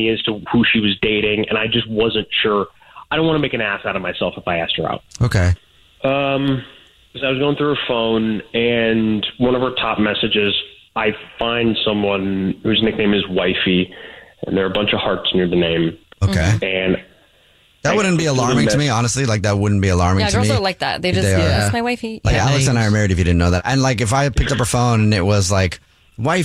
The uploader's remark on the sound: The guy on the phone